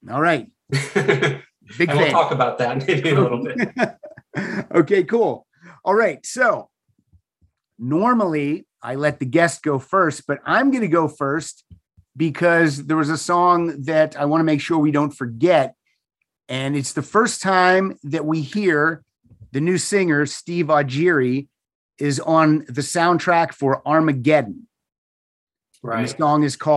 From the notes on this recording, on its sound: back to the Zoom Room